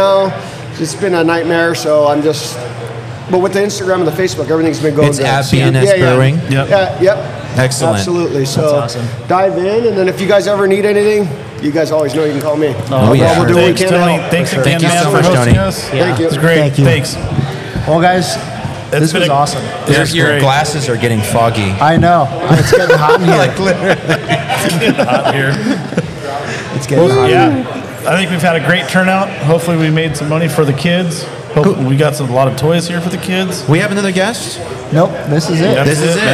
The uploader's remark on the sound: We recorded a live podcast at our 2022 Toy & Canned Good Drive at BNS Brewery. All joined us on stage.